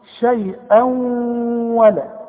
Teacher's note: تنوين برضو عندنا شيئا وبعد واو، الواو من حروف الإدغام، يبقى حغن، وكأن الواو ده عليها شدة